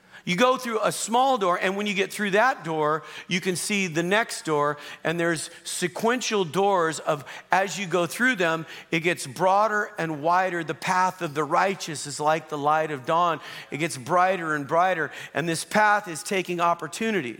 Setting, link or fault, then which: setting, large echoing room